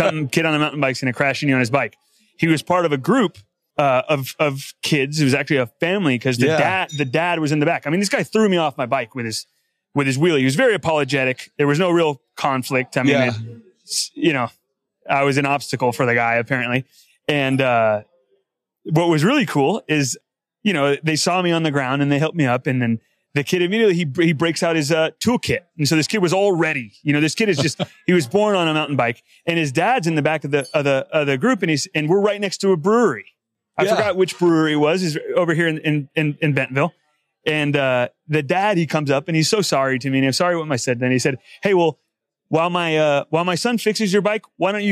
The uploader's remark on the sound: NWA Tech Summit Live. In its ninth year, the NWA Tech Summit came back with 1,700 registered attendees when it returned in-person to downtown Bentonville.